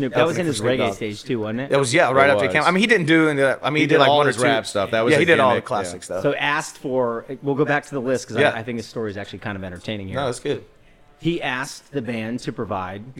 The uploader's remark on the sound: Join us for a very merry episode live from Lynch's Irish Pub in Jacksonville, Florida.